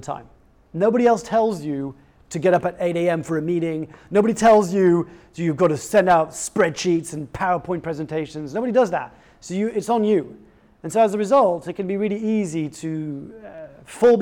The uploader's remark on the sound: sold out live talk at General Assembly